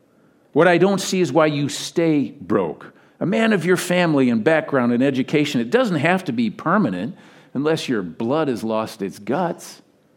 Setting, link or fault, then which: setting, large echoing room